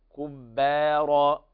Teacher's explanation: ونركز على ترقيق الباء لوقوعها قبل حرف مفخم، هو الراء مفتوحة وبعد ألف، وأعلى أعلى درجات تفخيم الراء.